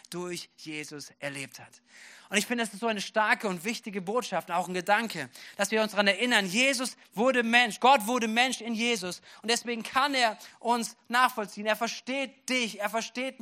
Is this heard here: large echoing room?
yes